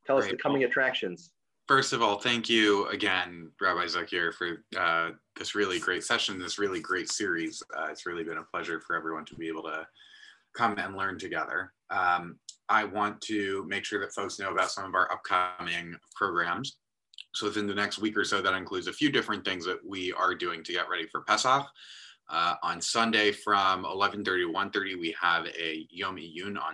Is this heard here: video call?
yes